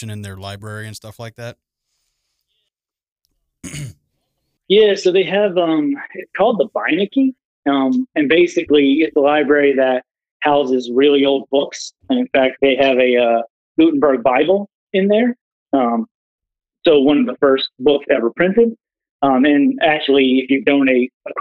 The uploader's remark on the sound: the audio quality and lag